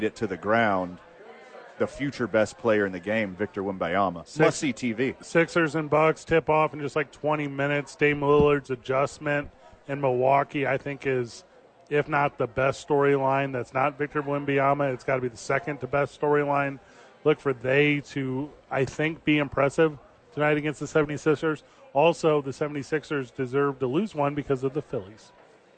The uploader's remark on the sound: live from Sadies at 4th Street for TNF